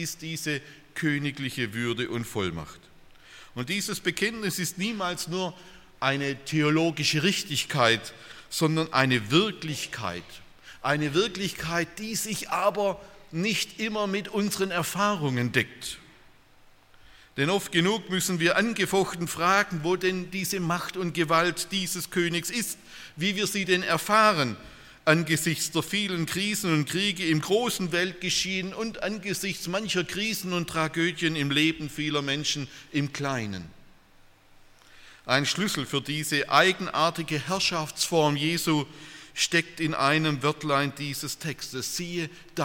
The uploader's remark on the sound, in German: aus dem Gottesdienst der Liebenzeller Mission